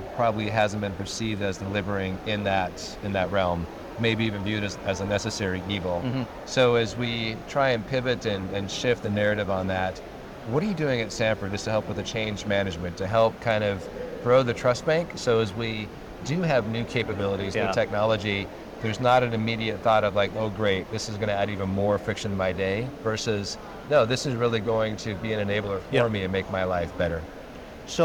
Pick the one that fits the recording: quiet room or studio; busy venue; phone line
busy venue